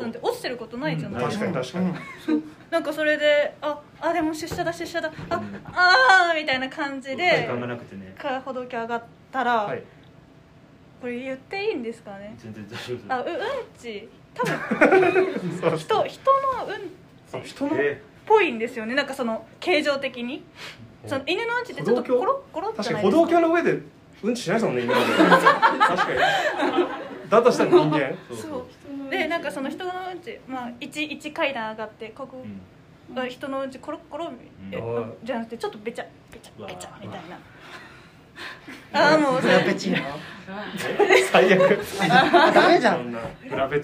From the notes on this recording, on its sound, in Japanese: 都トム船公開収録の回。都会のトムソーヤ企画のいくきゅうラジオ公開収録の回です。お客様の拍手や歓声が出演しています。